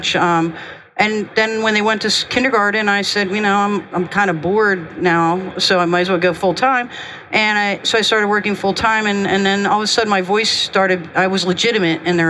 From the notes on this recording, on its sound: Recorded live from the floor of HIMSS at the GE HealthCare booth.